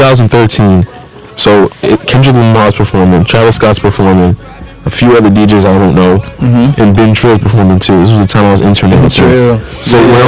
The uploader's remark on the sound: Sorry for the poor sound quality!